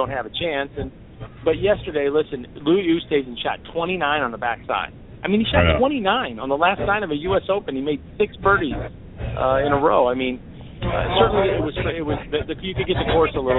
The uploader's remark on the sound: Live from Wrigley Field Bar and Grill